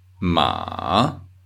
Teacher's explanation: Third tone, also known as falling and rising tone.